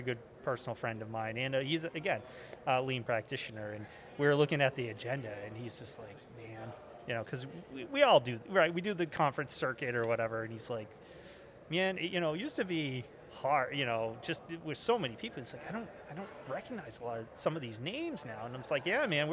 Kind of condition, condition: setting, busy venue